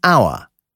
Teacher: es gibt auch das stumme H wie in our. Hier beginnt das Wort vokalisch.